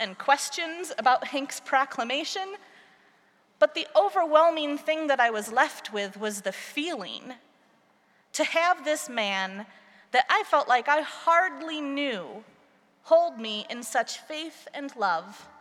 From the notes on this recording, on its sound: preached at our celebration of the Holy Eucharist on Transfiguration Sunday